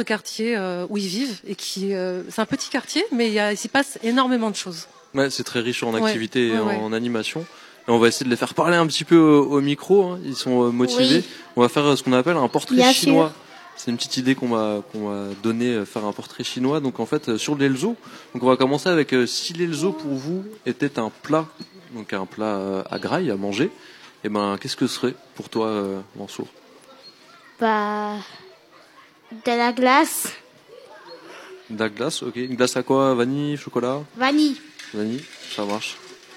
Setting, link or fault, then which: setting, outdoors